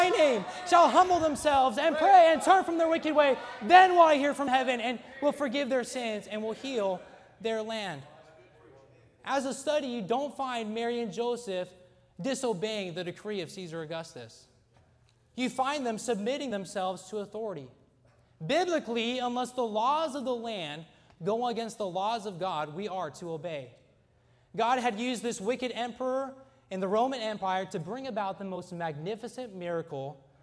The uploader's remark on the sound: during the Wednesday Evening service on December 6, 2023, at North Valley Baptist Church in Santa Clara, California.